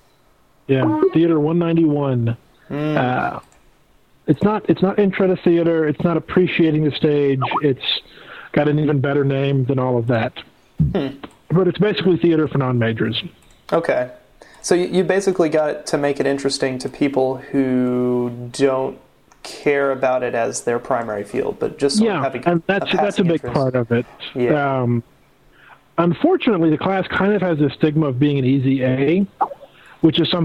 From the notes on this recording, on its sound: We had live Skype callers on the show once again